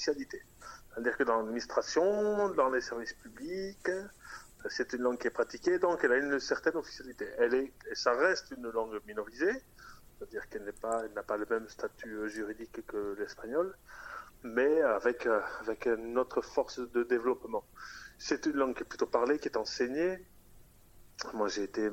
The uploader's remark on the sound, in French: Interview réalisée par téléphone